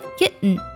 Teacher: 直接读作 kitten，把它做一个鼻音爆破也是可以的